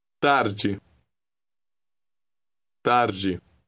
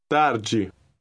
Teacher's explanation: the DE combination is pronounced G, approximately like the beginning of the English name Ginny.